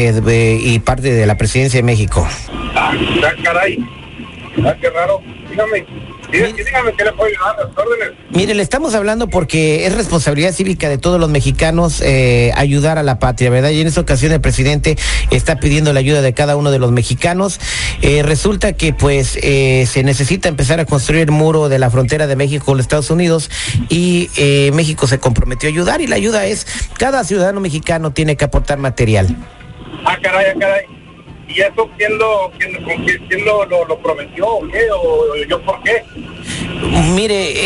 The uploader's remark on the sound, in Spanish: La llamada telefonica